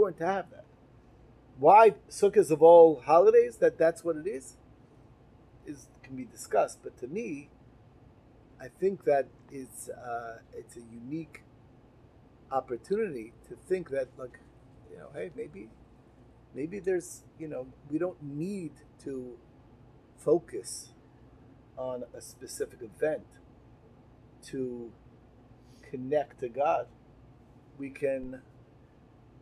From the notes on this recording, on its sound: In honor of the festival of Sukkot, I gathered together with some of my TORCH podcaster colleagues to chat about the festival, it’s meaning, and lessons. In a decision that compromised the audio quality, we recorded inside a Sukkah, exposed to the elements and to all manner of ambient noise.